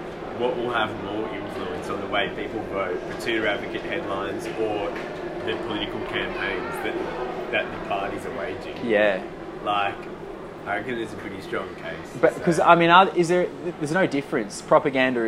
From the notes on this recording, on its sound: LIVE FROM CHATSWOOD STATION. We recorded this episode after a long full day at the cafe in chatty, and figured the excitement of peak hour commuters surging through the station would be an appropriate backdrop for us to share in some mutual 21st-century delirium.